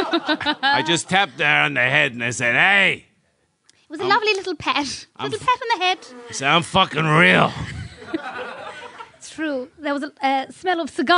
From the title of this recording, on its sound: Live at The Tightrope